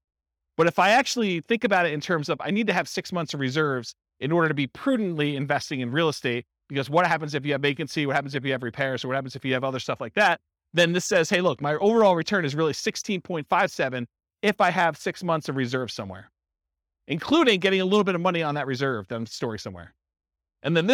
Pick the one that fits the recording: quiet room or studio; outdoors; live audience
live audience